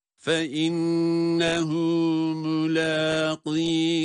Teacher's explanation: fe innehu kelimesindeki ha harfi zamir ve kendisinden önce harekeli harf olduğu için burada uzatılır